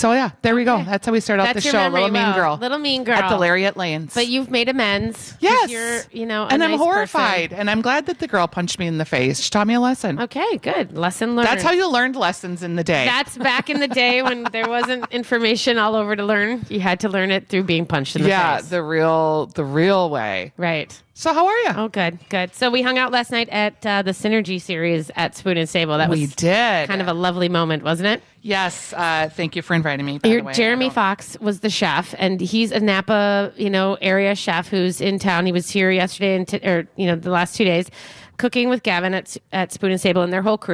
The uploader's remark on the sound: Live at Arcs Value Village